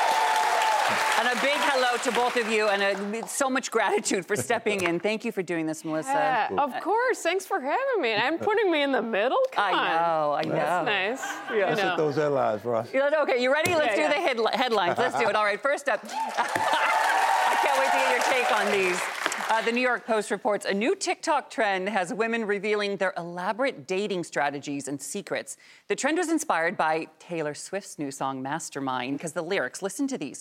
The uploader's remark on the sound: up close and personal with the in-studio audience in an all-new Q&A